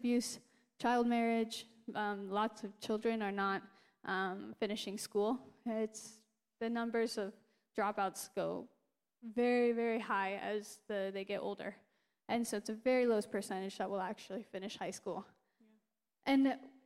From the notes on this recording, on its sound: a special guest interview live on stage